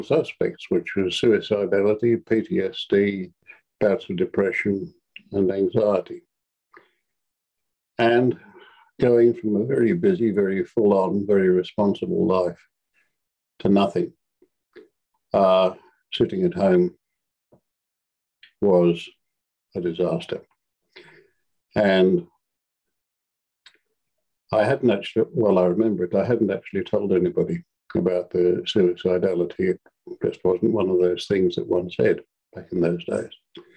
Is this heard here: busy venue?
no